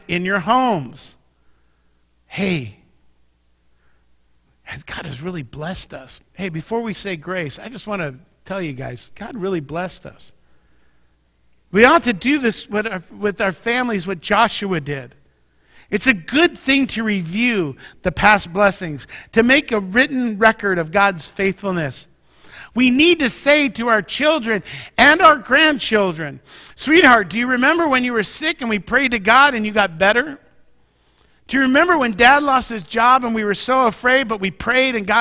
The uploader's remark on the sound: Mt. Zion Church Live!